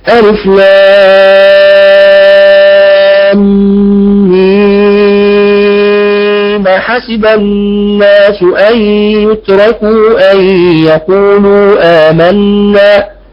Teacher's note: ينقل حركة الهمزة في كلمة أحسب إلى الميم قبلها مع فتح الميم